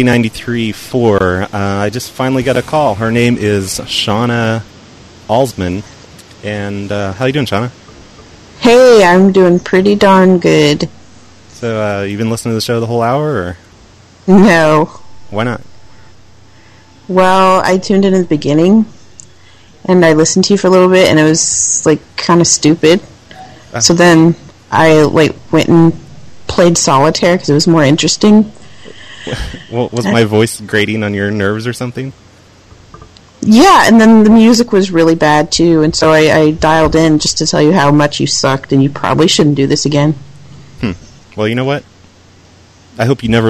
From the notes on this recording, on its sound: Prank Phone Calls Collection